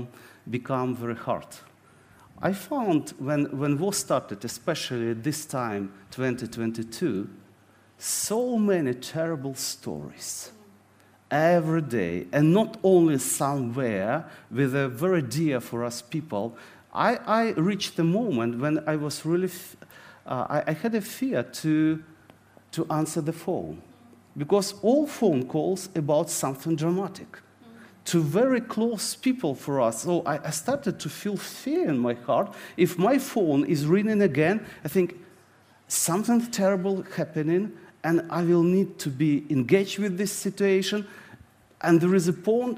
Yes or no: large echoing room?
yes